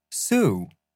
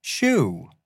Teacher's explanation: Contrasting voiceless sibilants, s and sh.